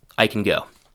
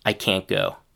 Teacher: in the negative, we do hear a clear, short a sound, but the t is reduced to a partial stopped t sound · Shown in: second take